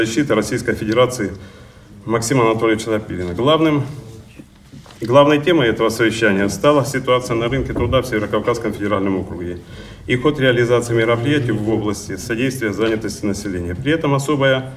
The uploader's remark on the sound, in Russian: Аудиозапись работы XXII съезда ВОС. Запись прямого эфира.